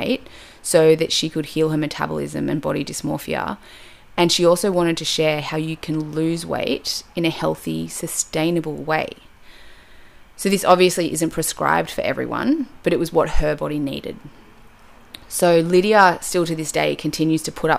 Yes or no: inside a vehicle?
no